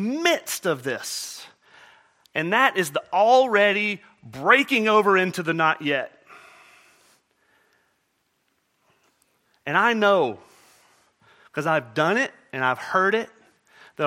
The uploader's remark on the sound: at Murrieta Valley Church in Murrieta, California